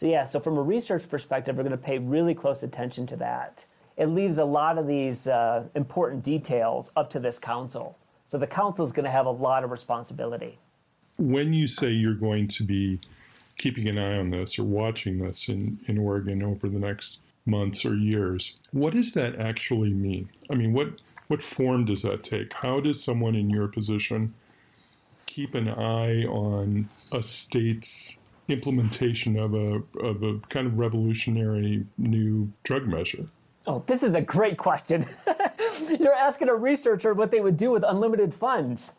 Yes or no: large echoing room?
no